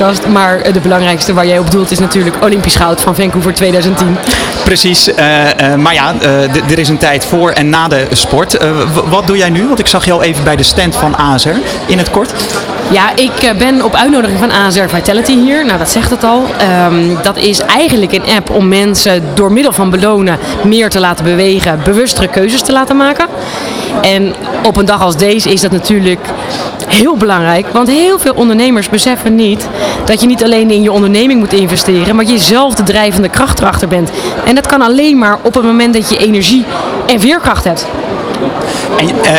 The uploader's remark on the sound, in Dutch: Op 15 april werd ondernemerschap in het zonnetje gezet op de Dag van de ZZP’er 2023. Vanaf de locatie, Hart van Holland in Nijkerk, deed De Ondernemer live verslag van hét evenement voor zelfstandig ondernemers.